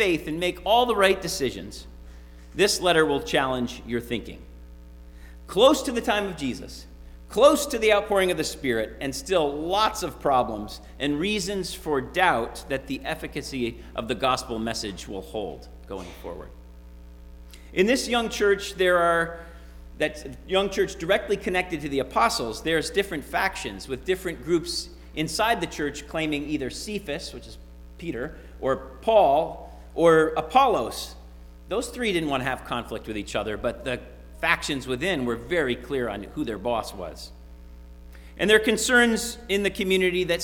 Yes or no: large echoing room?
yes